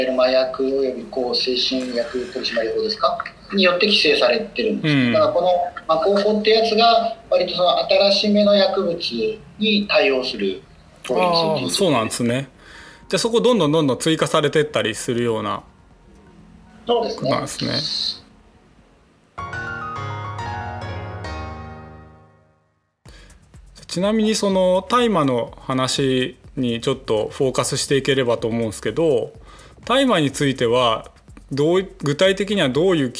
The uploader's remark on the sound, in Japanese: 収録はzoomを活用して遠隔で行いました。音声が聞きづらい部分がある点、ご了承ください。